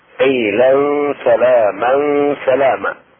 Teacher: إخفاء التنوين فتحتين مع الغنة في السين